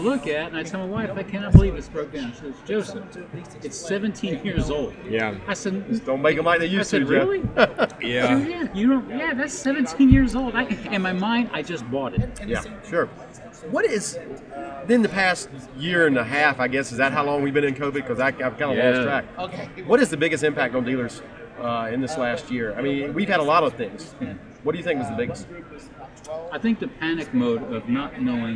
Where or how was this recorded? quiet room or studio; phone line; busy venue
busy venue